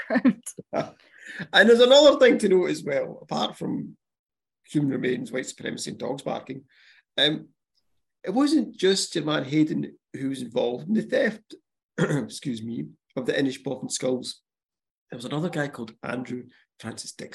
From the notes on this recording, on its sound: this episode was recorded via zoom